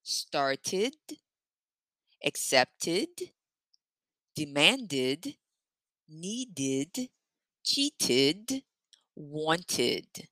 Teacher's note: So you don't stress the long or the short vowel sound. The schwa sound, this id sound, goes at the end of verbs ending in T and D.